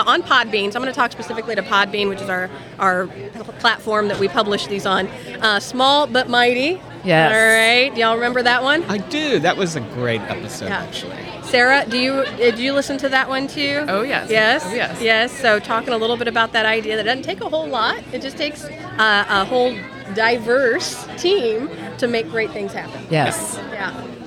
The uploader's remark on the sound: Celebrating 100 at the Missouri State Fair. With a live broadcast at the Missouri State Fair on August 17, 2023. With special guest appearances by colleagues, fans, and one adorable little guy.